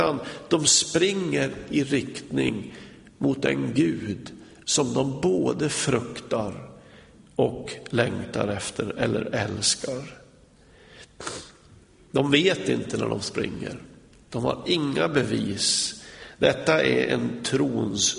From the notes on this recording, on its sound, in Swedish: Inspelad i Smyrnakyrkan, Göteborg.